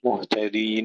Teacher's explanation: ننتبه إلى فصل التاء عن الدال مهتدين